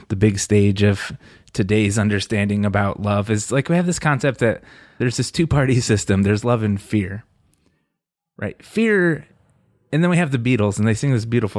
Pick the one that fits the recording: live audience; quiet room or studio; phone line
quiet room or studio